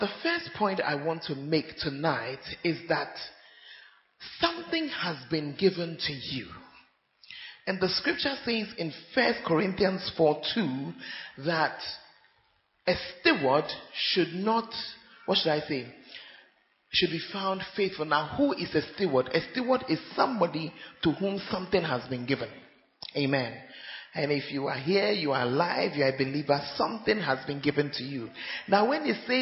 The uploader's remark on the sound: Preached At Central Assemblies Of God, Ho.